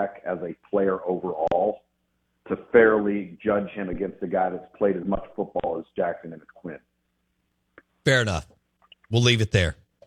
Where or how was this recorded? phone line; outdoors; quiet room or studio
phone line